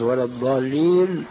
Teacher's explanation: أما الضاد العربية الصحيحة والتي يزند حولها ابن الجزري ومن شرح كلامه فهي ضاد رخوة يقترن معها الاستطالة، بحيث لو أراد الإنسان أن يمد نفسه بضاد ولا الضالين لاستطاع، خلافا للضاد الشامية فإنه ينقطع وينصدم.